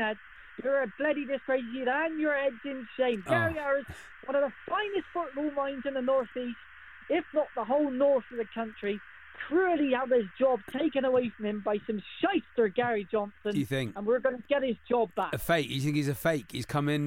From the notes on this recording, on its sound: a phone call from everybody's favourite hearse driver